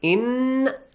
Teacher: So here you hide the sound of nun sakin. So when you say nun, in, your tongue touches the back part of your teeth.